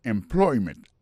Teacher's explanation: mot employment là, c'est employment. Accent tombé sous deuxième syllabe là. · Term: accent tonique